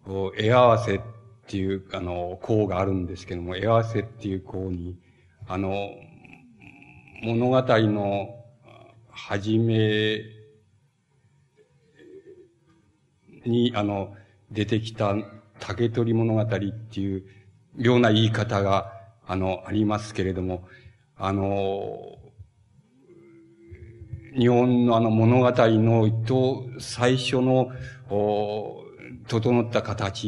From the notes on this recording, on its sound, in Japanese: 場所：高知市立中央公民館。高知県教育委員会などの主催による 「夏季大学」での講演。音源はたいへんクリア。